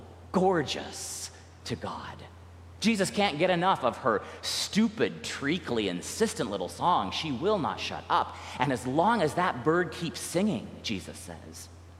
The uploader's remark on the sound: recorded live at the 10:00am service on Sunday, June 25th, 2023